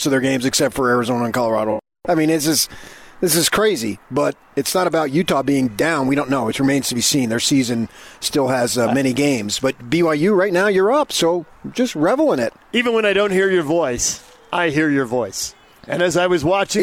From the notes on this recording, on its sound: Live at the Utah NFF golf tournament at Riverside Country Club